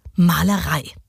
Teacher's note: Genau umgedreht im Vergleich zum Daktylus haben wir hier zwei unbetonte Silben und dann erst die Betonung. Zum Beispiel beim Wort Malerei. · Term: Anna Pest